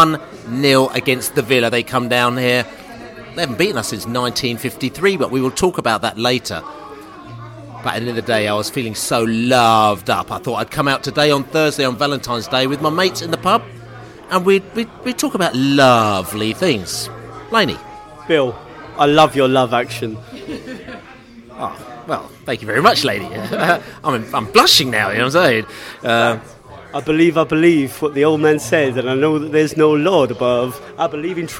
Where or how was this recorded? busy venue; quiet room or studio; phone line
busy venue